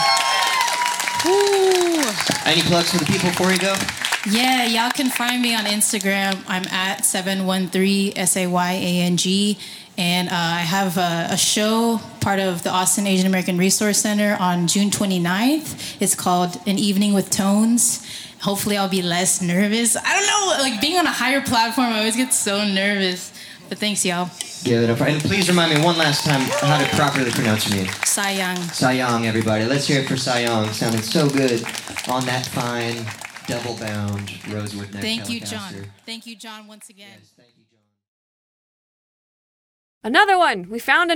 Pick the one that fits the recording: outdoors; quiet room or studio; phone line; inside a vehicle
outdoors